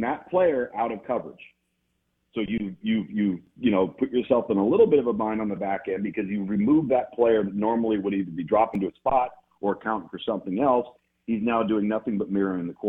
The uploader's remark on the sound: Live in the BankPlus Studio. Joins the show on the Farm Bureau guest line.